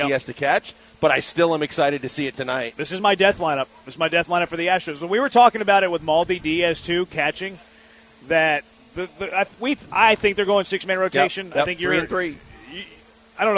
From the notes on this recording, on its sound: LIVE from Drift Bar in the Heights!